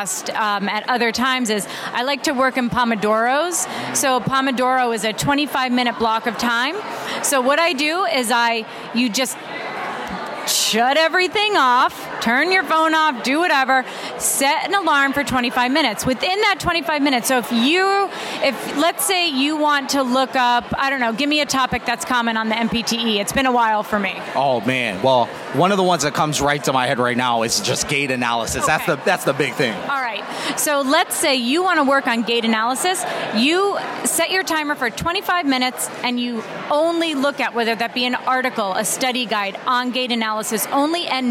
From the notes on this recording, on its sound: LIVE from the New York Student Special Interest Group Conference